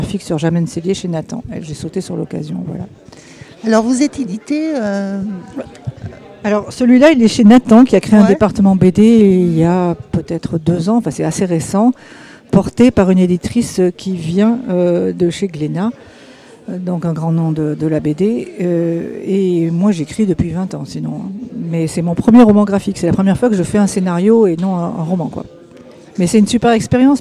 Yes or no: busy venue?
yes